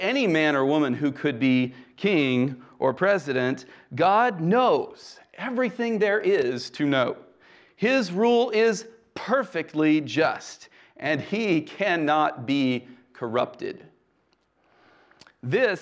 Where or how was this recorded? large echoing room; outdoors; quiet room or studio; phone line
large echoing room